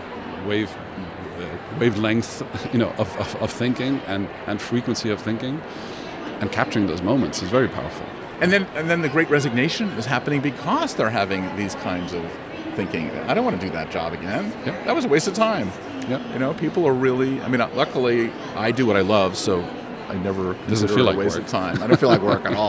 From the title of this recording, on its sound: Live from #IMEXAmerica